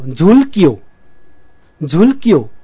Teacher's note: झु अक्षर सिङ्गो झु ह्रस्व हुन्छ, तर झुल आदि लले त्यसलाई दीर्घ बनाउन जान्छ